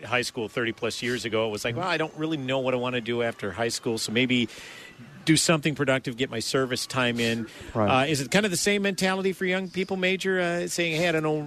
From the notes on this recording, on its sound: Live From Holes For Heroes.